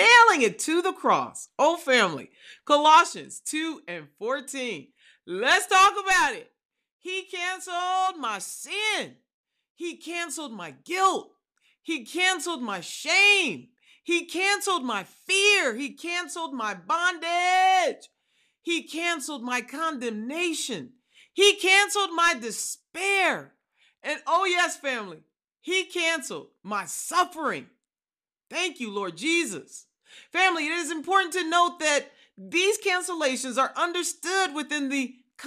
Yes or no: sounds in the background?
no